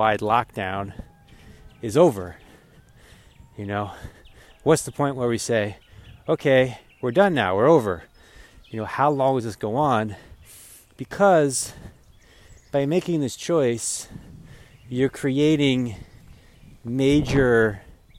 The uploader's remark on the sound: While walking through the magic of the forest this morning.